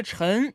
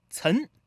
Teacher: 扬州话没有翘舌音，所有的翘舌音都读成平舌音。 · Shown in: second take